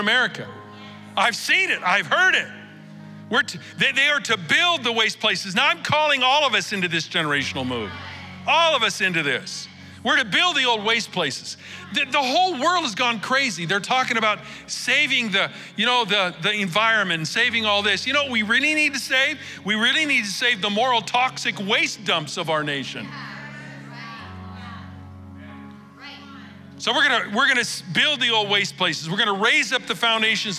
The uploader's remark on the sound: Recorded live at Capital Church in Meridian, Idaho